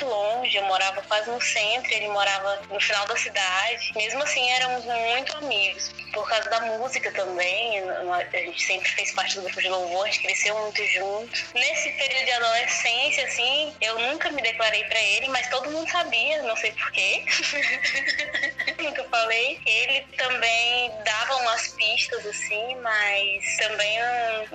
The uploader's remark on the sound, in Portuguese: por vídeochamada